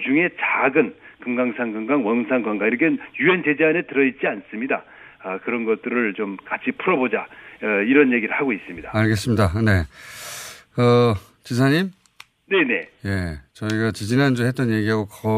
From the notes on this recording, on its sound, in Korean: 전화연결